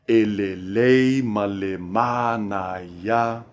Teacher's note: In tempo with the music, the accent is on the le of le, le, and the ma of ma, naya. So it sounds like, e, le, le, ma, le, ma, naya.